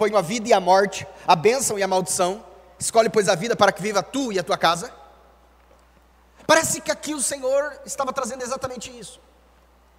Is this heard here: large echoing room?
yes